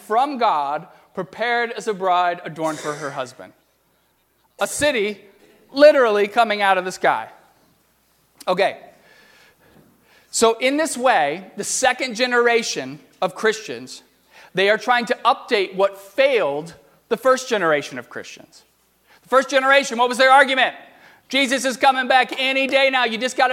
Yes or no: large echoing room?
yes